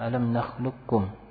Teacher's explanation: Nah, idgham kamil yakni huruf dan sifat. Ya, huruf yang pertama ini qaf, ini hilang. Nah, qaf makhrajnya, kemudian juga sifatnya hilang. Dan artian kita tidak membaca qaf di sini.